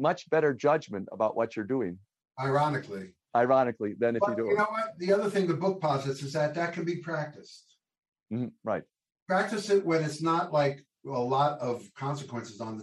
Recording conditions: video call